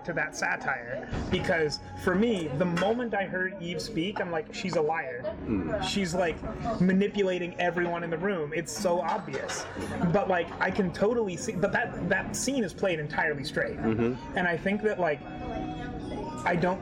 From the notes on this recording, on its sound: LIVE FROM NEW YORK CITY. Coming at you from a diner in midtown Manhattan (so pardon the sound quality).